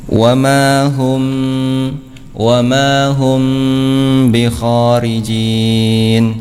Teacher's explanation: ketika mim sukun bertemu dengan ba, ya. Terdapat bacaan gunnah di sini, ya, dua harokat · Term: ikhfa syafawi